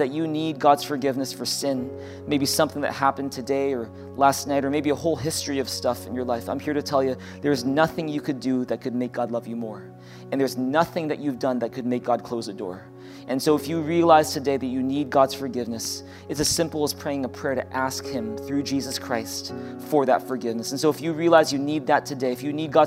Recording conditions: large echoing room